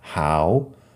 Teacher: Pues eso, how, H-O-W, how. Así, la H es igual en esta palabra, how, aspirada. La W al final crea el diptongo how.